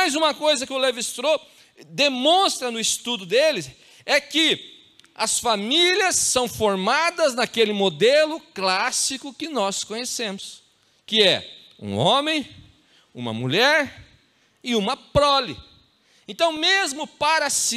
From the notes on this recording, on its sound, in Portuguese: Em nosso Culto de Celebração onde estamos trabalhando como tema o Mês da Família. Na Igreja ABA Curitiba (Transmitido ao vivo).